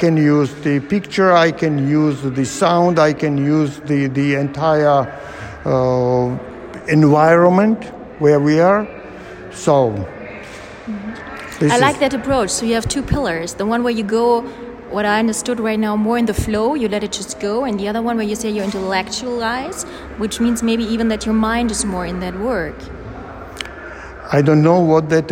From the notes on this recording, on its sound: while walking through his current solo exhibition